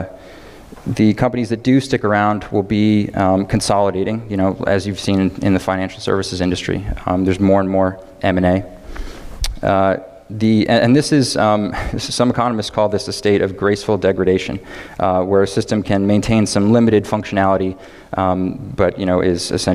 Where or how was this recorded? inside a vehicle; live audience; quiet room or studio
live audience